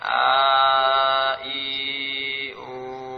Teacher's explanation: Hurufnya ada tiga, yaitu huruf mat, a, wa, ya. Dinamakan jaufiyah karena keluarnya dari rongga.